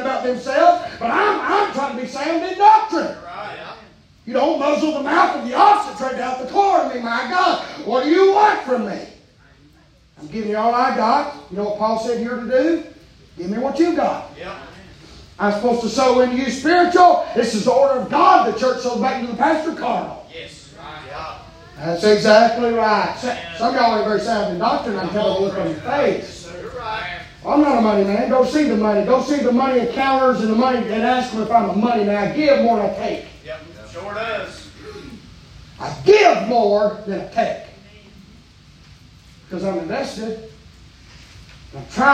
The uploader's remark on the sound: preaching live from Still Water Baptist Church